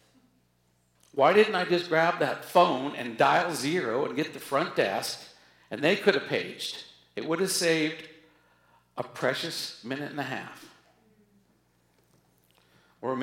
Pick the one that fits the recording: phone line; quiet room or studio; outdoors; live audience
live audience